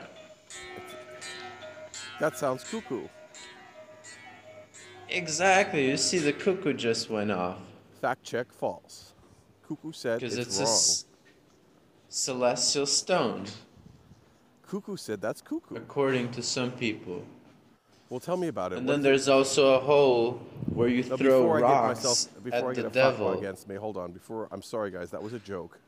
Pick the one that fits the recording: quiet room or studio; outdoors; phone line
outdoors